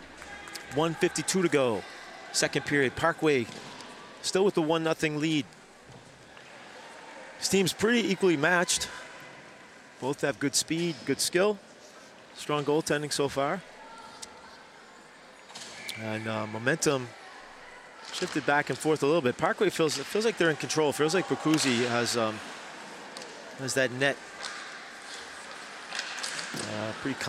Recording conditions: busy venue